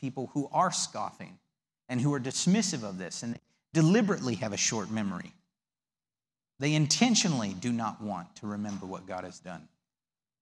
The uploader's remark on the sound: The audio from the servantship service of May 19th, 2019.